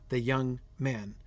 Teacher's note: both of those syllables are stressed · Term: spondaic